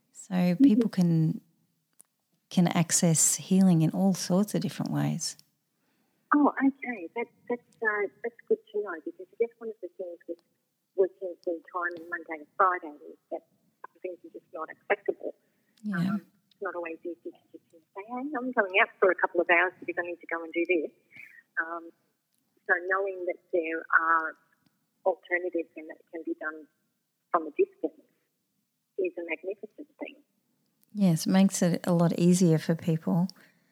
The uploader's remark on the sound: we take calls